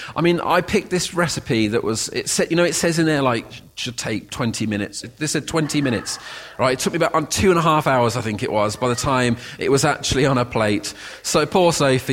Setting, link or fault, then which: setting, large echoing room